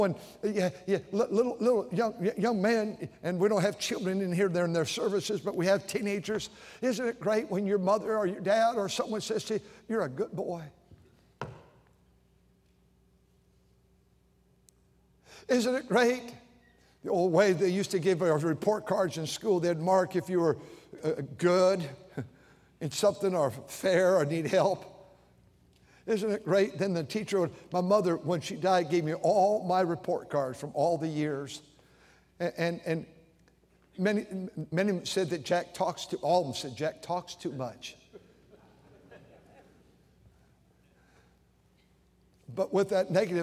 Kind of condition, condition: setting, large echoing room